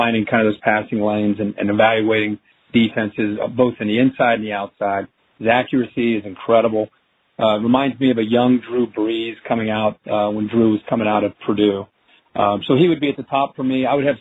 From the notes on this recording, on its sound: In this NFL Draft media conference call.